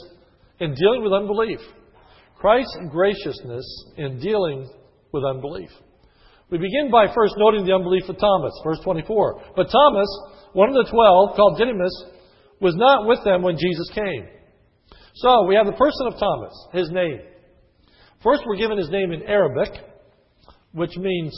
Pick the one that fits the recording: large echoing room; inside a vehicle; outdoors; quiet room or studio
large echoing room